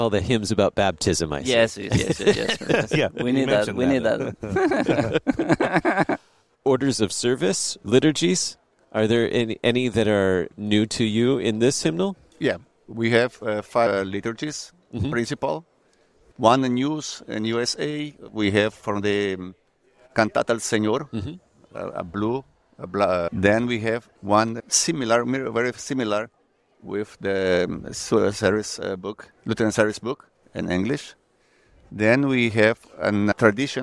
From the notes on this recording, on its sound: from the LCMS National Convention